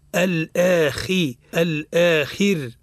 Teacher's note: الآخر بين كسرة الخاء ورقق الراء.